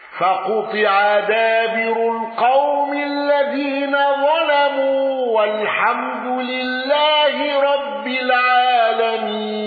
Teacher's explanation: الأزرق بترقيق راء دابر وتغليظ وترقيق لام ظلموا